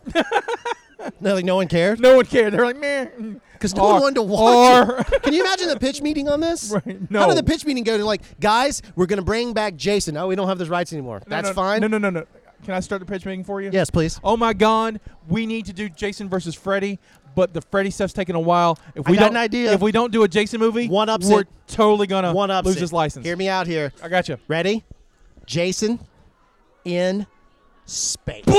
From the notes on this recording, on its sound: Live from Halloween Horror Gras!